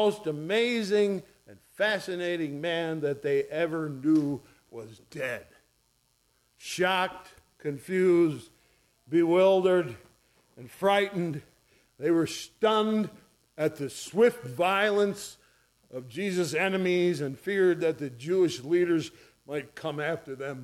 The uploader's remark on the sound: ESCBC Easter Morning Second Service recorded on 04/09/2023